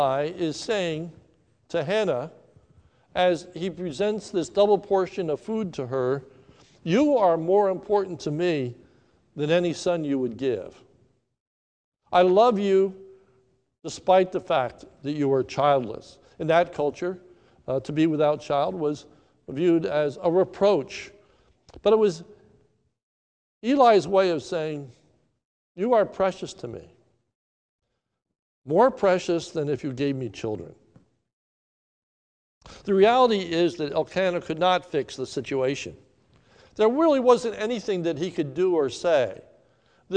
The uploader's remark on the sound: Recorded live at the Lebanon Bible Fellowship Church in Lebanon, PA on 6/7/2020 at 10:45am.